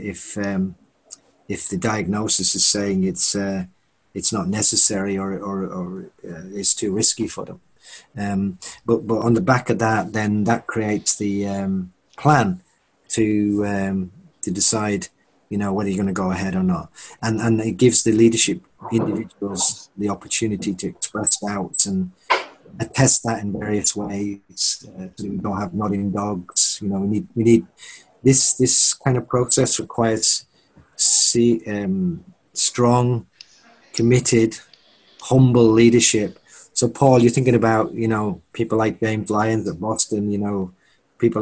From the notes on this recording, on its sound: Accelerating Operational Excellence through Rapid Mass Employee Engagement is a webinar recording hosted by Nvolve.